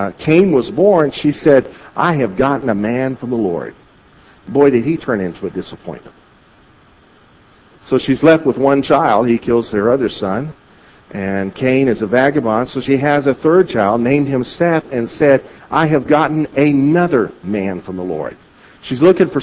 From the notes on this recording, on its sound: At Victory Christian Center in Bloomington, Illinois